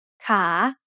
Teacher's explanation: The initial consonant is kokai, and it has the long vowel สระอา So once again, a high class consonant with a live syllable ending results in a rising tone